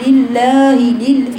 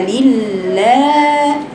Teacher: تفخيم اللام الثانية من كلمة ليلة ليلة لا، ده واقع في بنات كتير جدا، لما تيجي تقرأ لفظ الجلالة تقول لله ليل، يا بنت اللام مكسورة، يعني المفروض اللام رقيقة · Shown in: second take · يبقى لله، واللام بوسطية لا برصا ولا سوادا، لا تفخمي اللام ولا تشدي فرقتها.